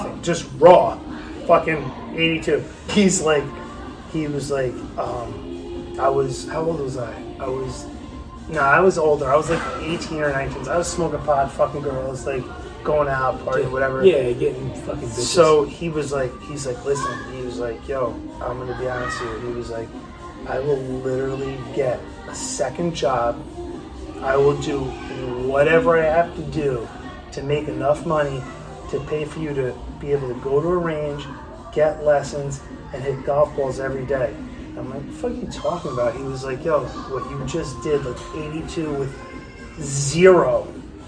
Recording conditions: background noise